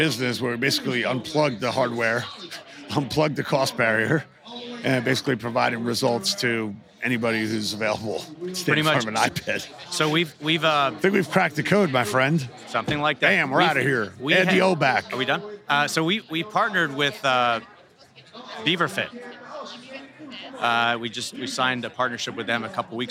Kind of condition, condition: setting, busy venue